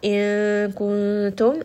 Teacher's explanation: So first, ikhfa, you are merging into the kaf, or you are hiding this into the makhraj of the kaf. And then the second ikhfa, you are going to hide into the makhraj of the ta.